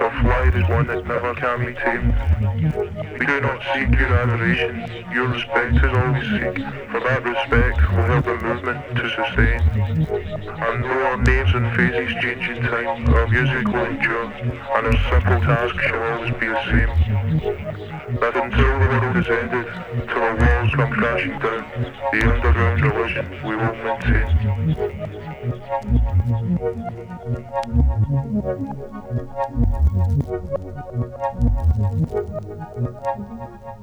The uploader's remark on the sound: A recording of the set I performed at Kerfuffle at the Brixton Jamm. Most of the set was played off vinyl using 3 turntables.